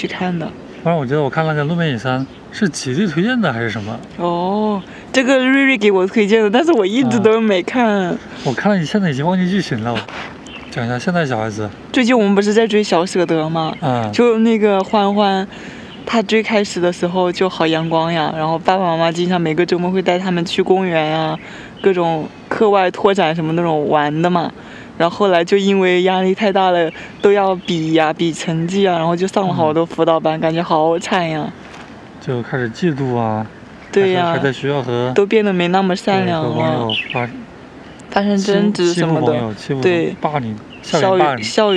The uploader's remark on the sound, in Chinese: 虫鸣鸟叫。本期播客是我们五一前在公园野餐录制的。